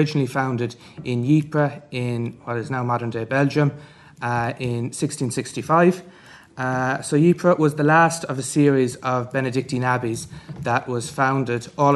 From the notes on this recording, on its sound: at the 2022 Tudor and Stuart Ireland Conference